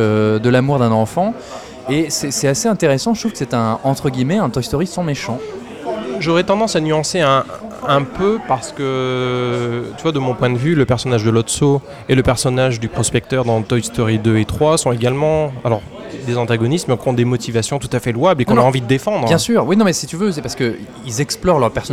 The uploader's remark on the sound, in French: Enregistré au Hurling pub (8 Rue Descartes, 75005 Paris), le vendredi 28 juin 2019.